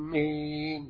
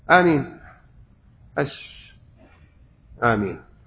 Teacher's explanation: كما عند أبي داود وغيره، قال آمين ولا تقول آمين خطأ، تشدد الميم خطأ لأن معناها قاصدين · Shown in: second take · Term: بالتخفيف